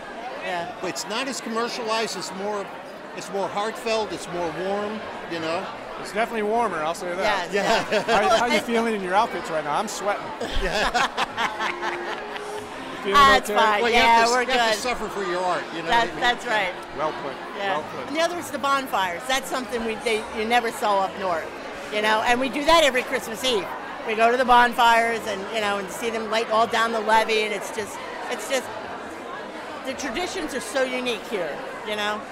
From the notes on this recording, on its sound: On location at the Roosevelt Hotel Lobby in New Orleans for the holiday lighting ceremony. Champagne on trays and tourists mingling with locals celebrate a spectacle that goes back generations.